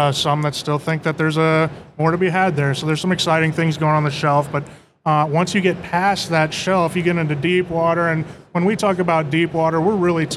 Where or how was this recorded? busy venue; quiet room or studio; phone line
busy venue